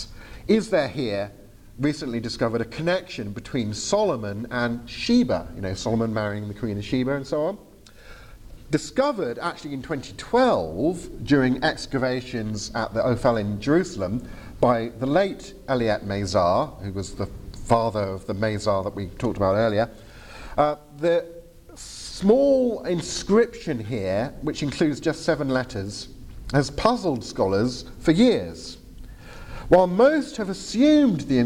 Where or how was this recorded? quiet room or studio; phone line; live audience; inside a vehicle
live audience